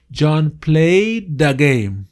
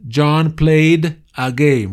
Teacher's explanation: ese sonido de played, ese d, se va a ir con a game. ¿Por qué? Porque le sigue una vocal. · Shown in: first take · Entonces yo voy a decir así, John play, como si fuera normal play, y ese sonido del d va a decir John played the game. · Term: la unión